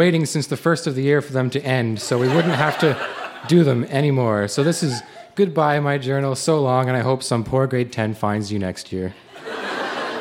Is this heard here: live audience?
yes